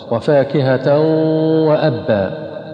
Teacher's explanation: تنوين أتى بعده واو فهو إدغام بغنة